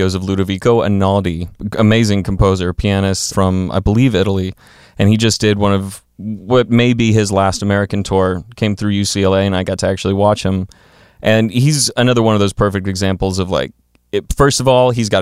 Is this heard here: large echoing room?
no